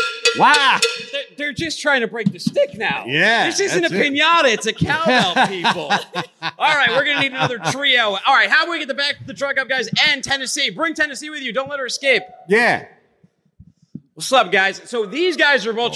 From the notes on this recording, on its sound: live from day 3 at the biggest party in freight, F3